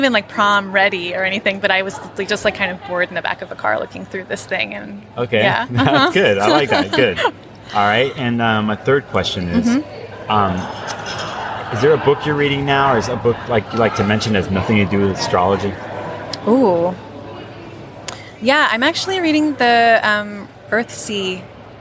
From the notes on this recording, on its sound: from the Atrium lobby at The NORWAC conference